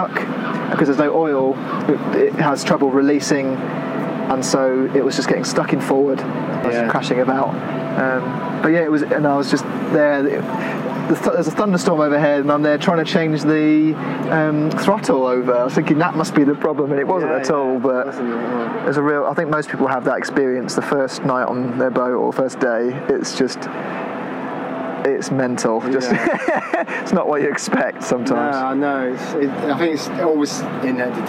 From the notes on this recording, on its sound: Recorded outdoors at Gas Street Basin.